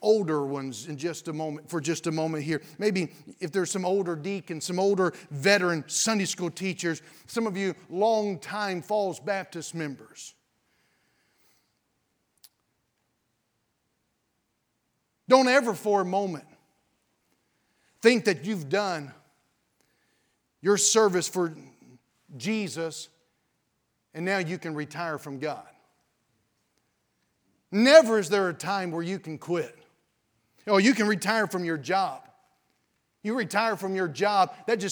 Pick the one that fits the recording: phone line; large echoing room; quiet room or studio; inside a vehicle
large echoing room